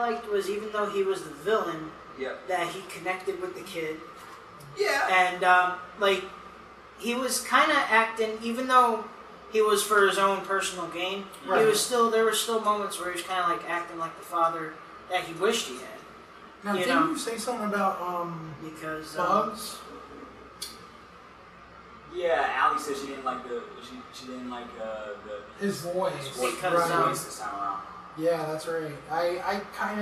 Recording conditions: poor sound quality